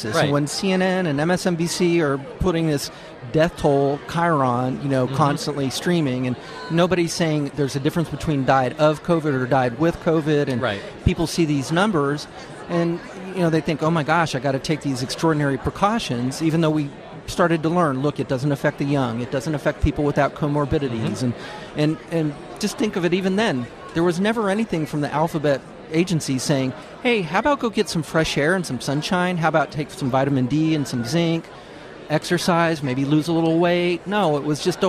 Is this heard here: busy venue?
yes